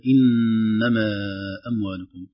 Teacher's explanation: هذه الآيات المباركات فيها عدة تنبيهات، من أولها: إنما أموالكم، الغنة للنون المشددة مقدار حركتين لا تغفل، إنما أموالكم، كذلك المد المنفصل مقدار 4 حركات، يعني على طريقتنا في منهج الشاطبية